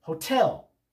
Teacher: Second syllable of the word is naturally stressed.